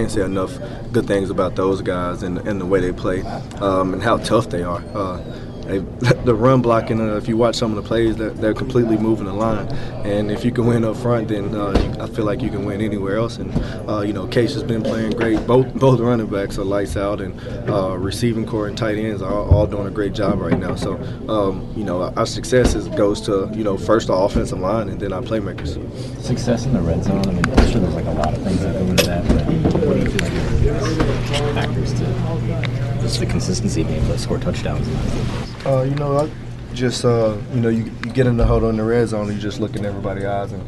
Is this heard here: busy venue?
yes